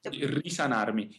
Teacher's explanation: Here we have a compound word, ri and sanarmi. And the S is maintained as a phonetic S because the initial S in a word, when it's followed by a vowel, is always unvoiced. It'll stay that way when we add the prefix ri.